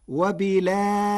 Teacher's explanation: بنقل حركة الهمزة إلى الساكن قبلها وحذفها، وتوسط البدل مع ترقيق الراء